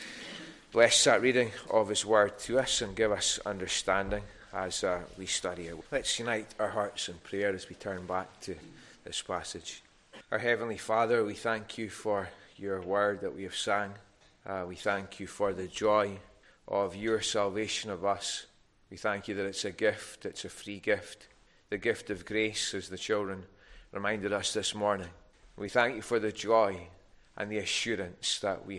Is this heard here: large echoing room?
yes